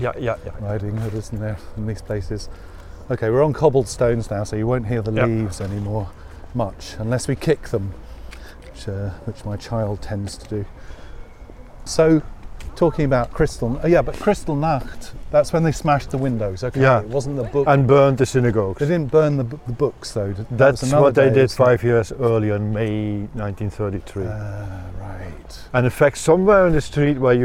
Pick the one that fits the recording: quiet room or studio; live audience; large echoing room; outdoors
outdoors